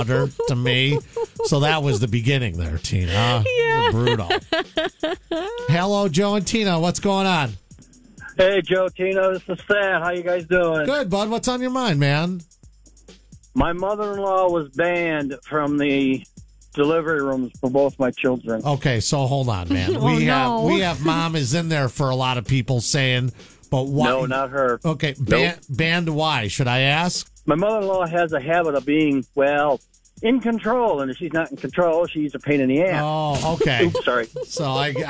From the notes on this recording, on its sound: on the phone